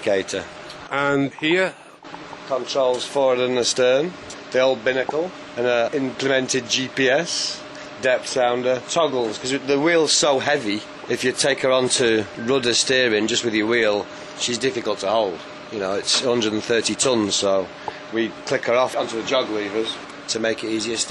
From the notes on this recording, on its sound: When I was given the chance to tour a vintage tugboat, I grabbed my microphone and jumped on board.